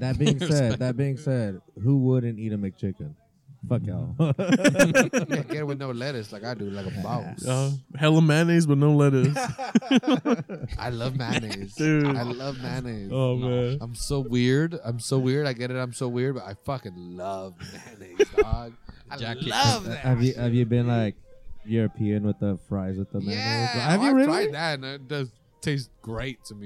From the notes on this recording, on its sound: we recorded this episode at the patio of 201 Main during their weekend brunch buffet